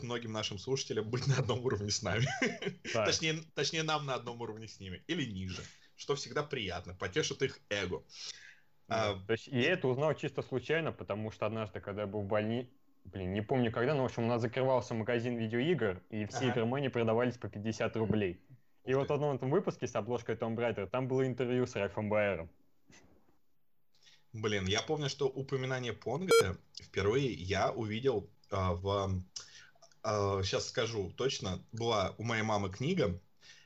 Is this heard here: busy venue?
no